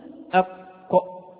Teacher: أقصى اللسان يخرج منه حرف القاف